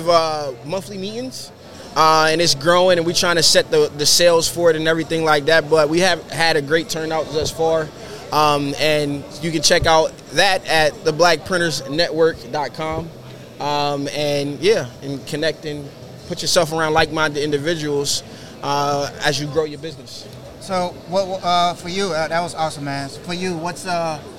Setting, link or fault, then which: setting, busy venue